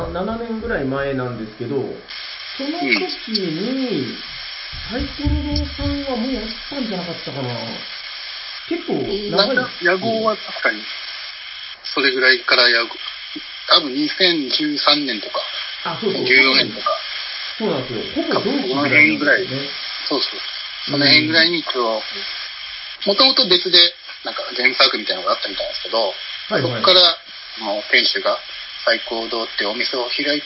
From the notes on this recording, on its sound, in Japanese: 収録の環境上、全体的に音質的に聞きづらくなっております。